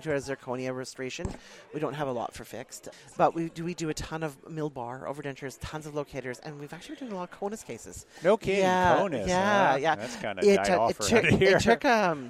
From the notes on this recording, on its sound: We were set up in the Ivoclar Ballroom all weekend. From the Ivoclar Ballroom at Lab Day Chicago. We were set up in the Ivoclar Ballroom all weekend and recorded a ton of great people.